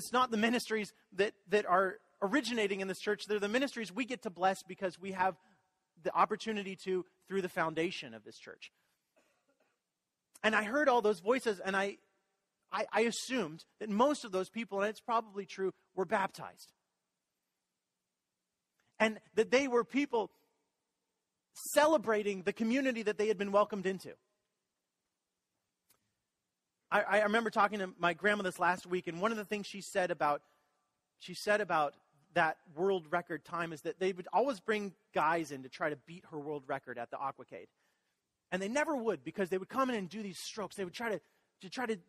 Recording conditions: large echoing room